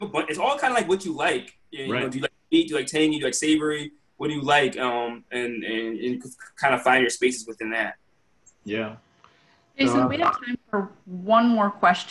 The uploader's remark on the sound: Virtual Quadcast. Sits down virtually.